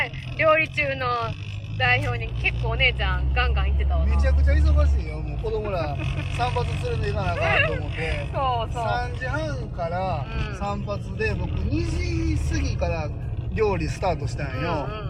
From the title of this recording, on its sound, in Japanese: 運転しながら生配信